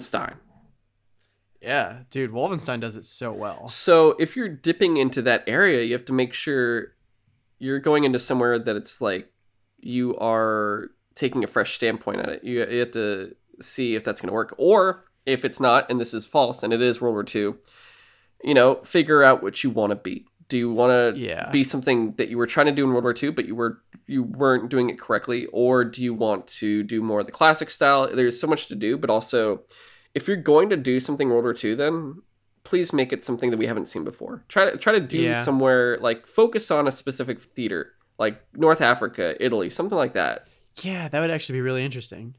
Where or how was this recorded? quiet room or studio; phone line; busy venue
quiet room or studio